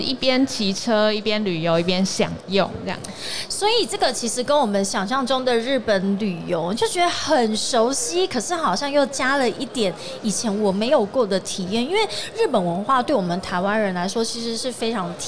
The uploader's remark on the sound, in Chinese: 2022 Taipei Cycle台北國際自行車展-Live Podcast